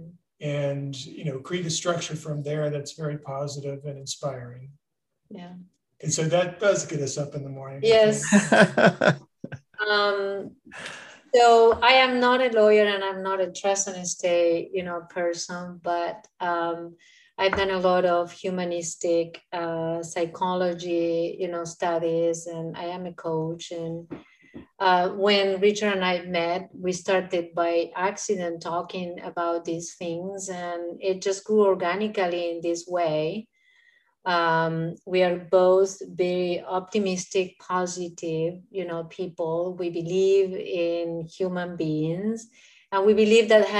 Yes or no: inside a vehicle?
no